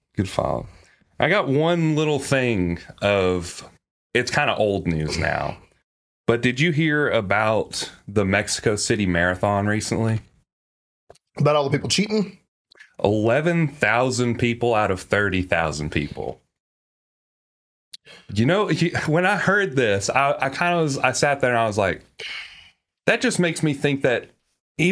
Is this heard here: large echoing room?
no